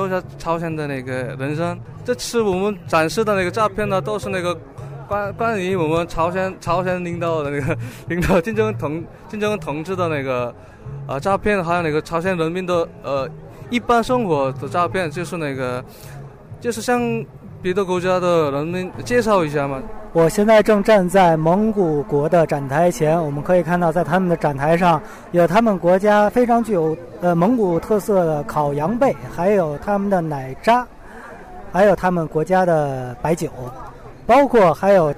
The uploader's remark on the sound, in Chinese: 2014北京科技大学文化节现场报道